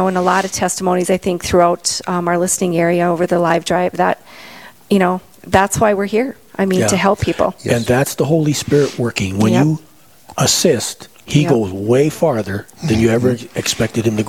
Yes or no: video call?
no